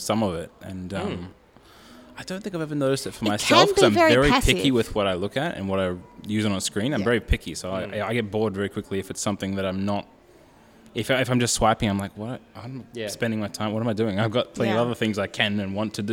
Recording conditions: busy venue